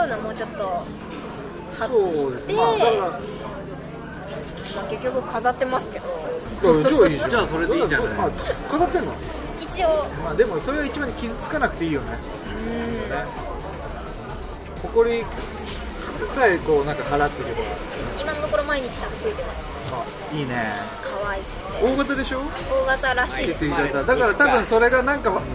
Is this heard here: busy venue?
yes